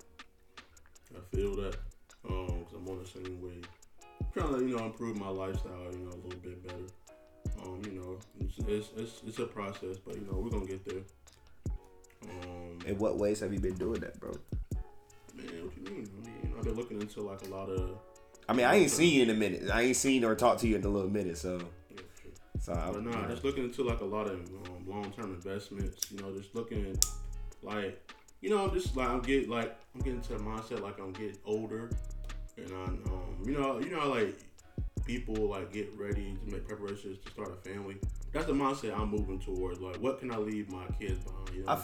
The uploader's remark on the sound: My mic died while recording, so if you listening turn it up all the way.